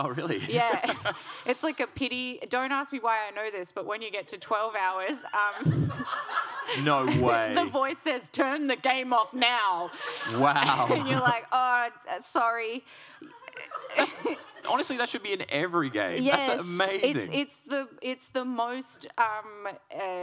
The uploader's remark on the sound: Live at PAX Australia 2023